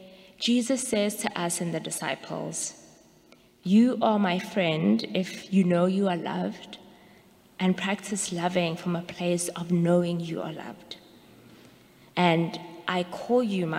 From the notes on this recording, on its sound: Sermons from Old South Church in Boston.